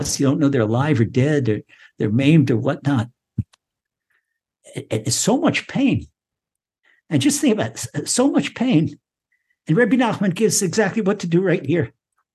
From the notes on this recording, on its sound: Recorded via TORCHzoom